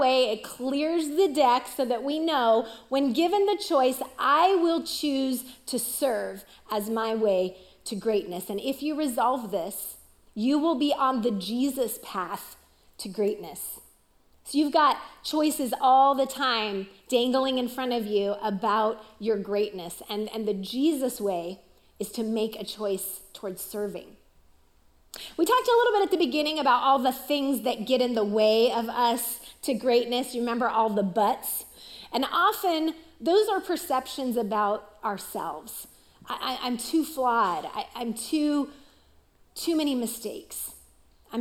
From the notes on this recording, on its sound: Recorded live at CrossWinds Church on May 7, 2023.